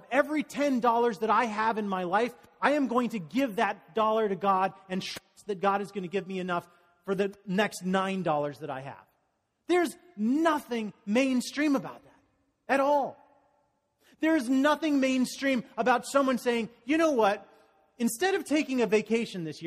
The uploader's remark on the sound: Message delivered during the Conteporary Worship service.